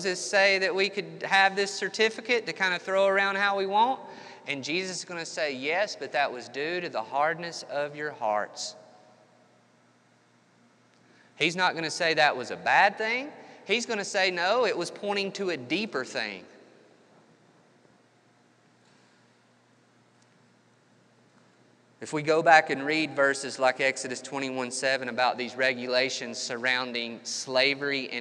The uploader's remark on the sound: This episode was recorded 28 March 2021 at Matthew's Table Church in Cleveland, TN.